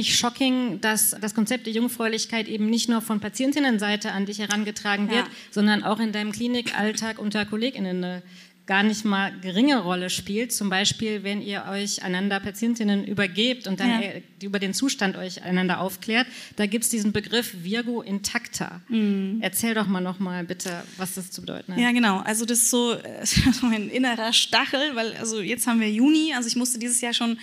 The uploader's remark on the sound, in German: Live auf der Re:publica